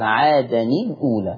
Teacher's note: الاولى فيها لم ساكنة فده يبقى ساكن تاني. ولما تلتقى التنوين جه التنوين جنب اللام يسمى بالتقاء الساكنين فبيحرك الساكن الاول بالكسر